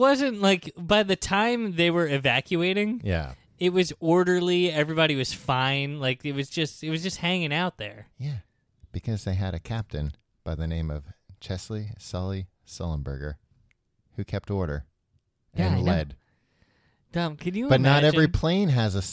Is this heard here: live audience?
no